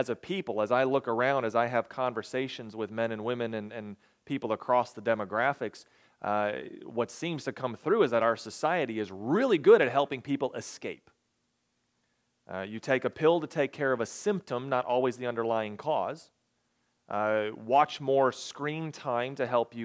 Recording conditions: large echoing room